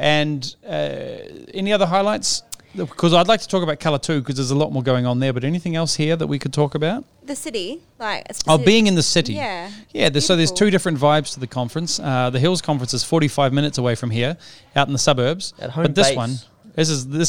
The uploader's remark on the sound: Recorded live during the setup for Colour Conference in Sydney Australia.